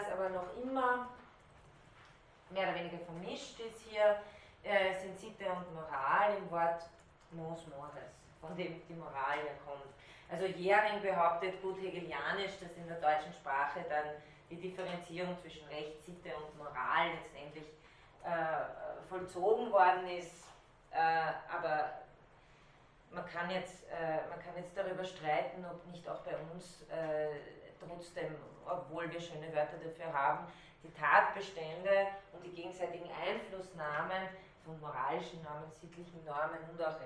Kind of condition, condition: setting, large echoing room